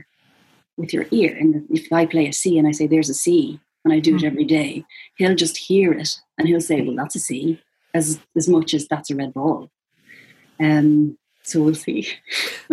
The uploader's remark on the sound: We were joined by almost 300 listeners, readers and Irish Times subscribers last Saturday night for our fourth Big Night In on Zoom. This episode includes snippets of the songs she sang and a lengthy back and forth between the singer and the fans who gathered to hear her talk.